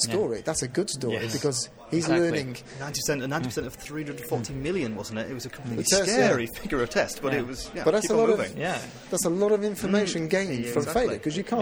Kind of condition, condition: setting, busy venue